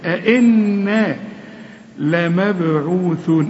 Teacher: ادي الباء اهي لازم نقلقلها. الثاء لمبعوثون، طلع لسانك فيها، لمبعوثون.